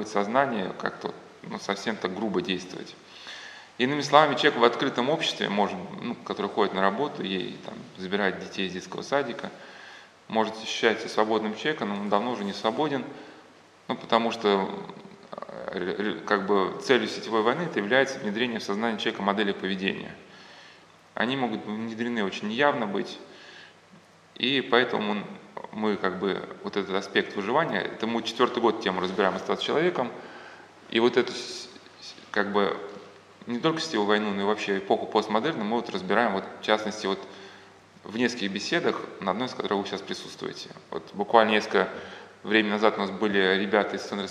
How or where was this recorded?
live audience